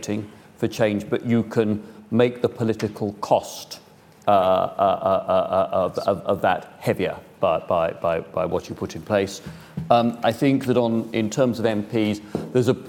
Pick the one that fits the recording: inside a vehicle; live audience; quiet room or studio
live audience